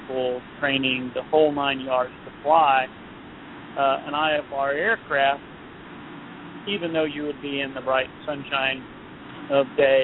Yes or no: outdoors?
yes